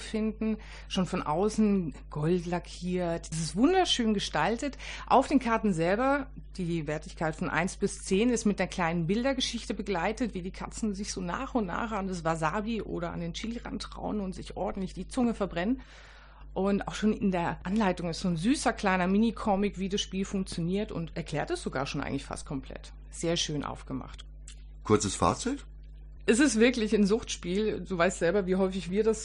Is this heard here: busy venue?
no